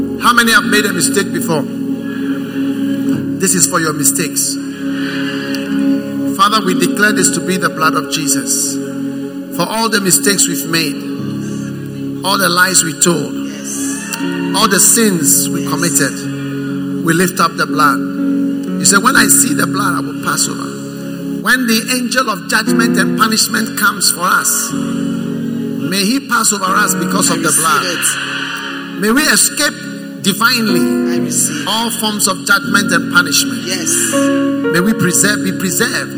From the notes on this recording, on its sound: Preached at the First Love Center, Accra.